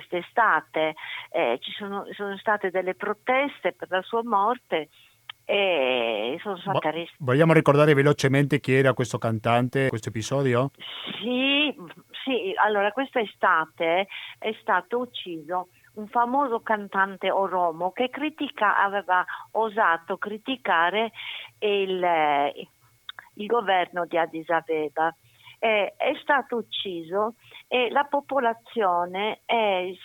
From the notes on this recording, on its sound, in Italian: abbiamo al telefono